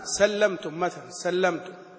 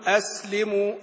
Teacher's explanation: شوف سلمتم يعني فيها صفير سلمتم، لكن لما أقول أسلموا يعني الصفير أوضح فيها